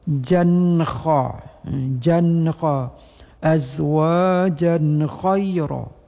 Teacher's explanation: Dan apabila langsung tidak waqaf ataupun dengan wasal, maka di sini kita lihat setelah mat, setelah baris dua dengan tanwin ini bertemu dengan kha, yaitu dengan idhar tidak berdengung, jelas bunyi nun mati